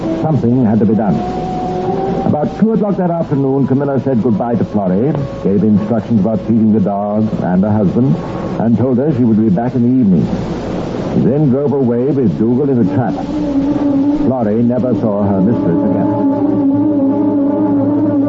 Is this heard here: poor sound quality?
yes